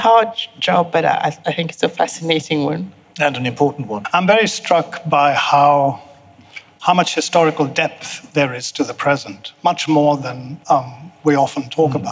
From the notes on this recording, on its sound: Recorded live at the V&A museum, in association with the Wolfson History Prize.